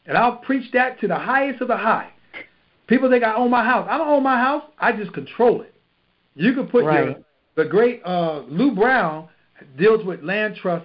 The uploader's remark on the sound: Gold Club Q&A Call